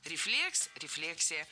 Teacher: В обоих случаях ударяем второй слог.